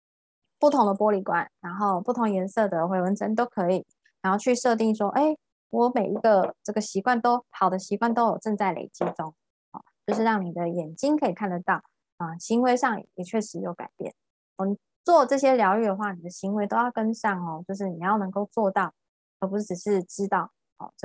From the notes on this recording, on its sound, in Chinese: ZOOM線上公益講座